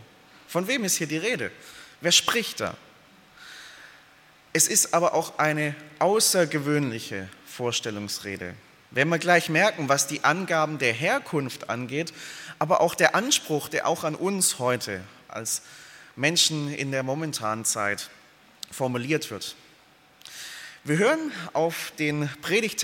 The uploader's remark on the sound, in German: aus dem Gottesdienst der Liebenzeller Mission